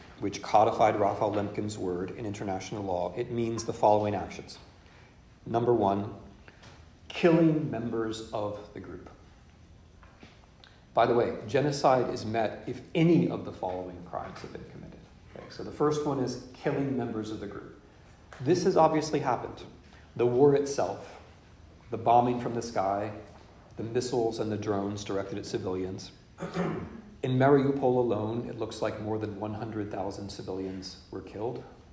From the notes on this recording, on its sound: In this lecture, delivered at Boston University on 28 October 2022. In this lecture, delivered at Boston University.